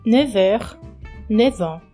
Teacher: o F final do neuf é pronunciado como V antes de er e an. Porque aqui nós temos um H mudo e outra palavra começando com vogal, er e an. · Term: som do V